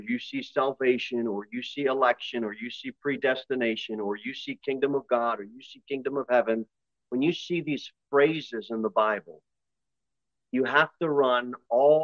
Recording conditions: large echoing room